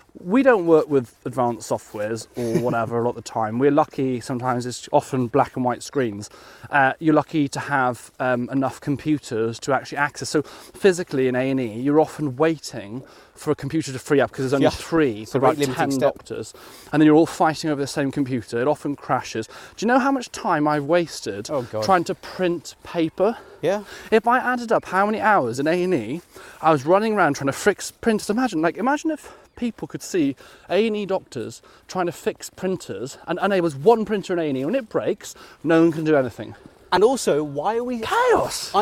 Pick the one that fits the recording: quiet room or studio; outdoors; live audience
outdoors